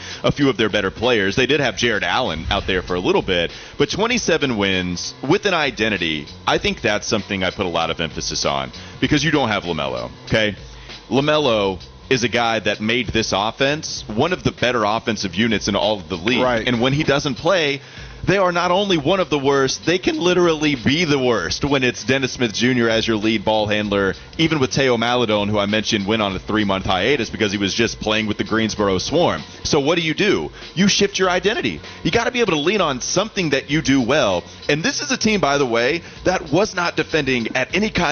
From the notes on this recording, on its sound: Live from the Spectrum Center.